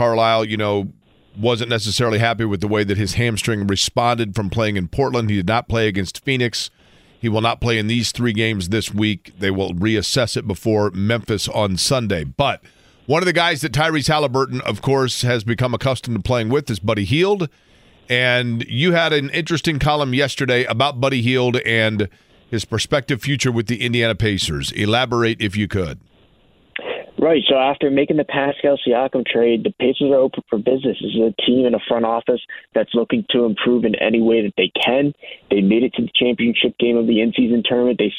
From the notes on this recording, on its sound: having listeners call into the show